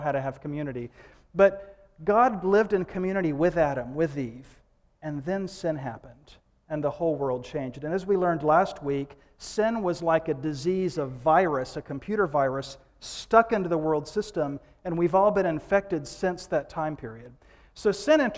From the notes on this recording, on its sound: Recorded live at Saar Fellowship.